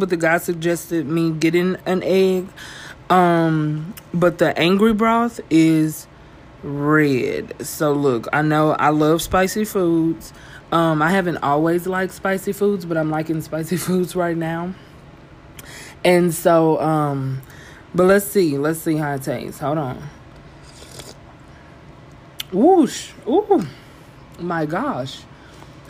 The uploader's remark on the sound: PS: I had no idea how to work the a/c in here! There is background noise.